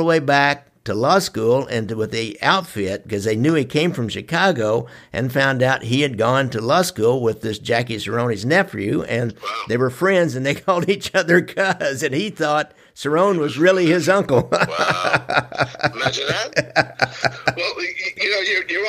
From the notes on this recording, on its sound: This is a re-release of an interview I did last year. Via telephone.